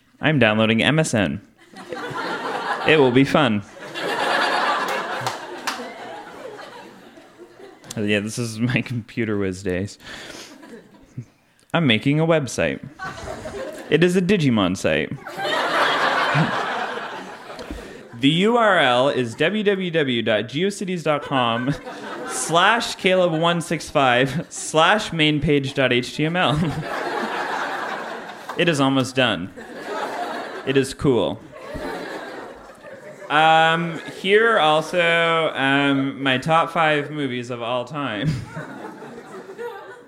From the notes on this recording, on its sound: Recorded live at The Company House in Halifax, Nova Scotia.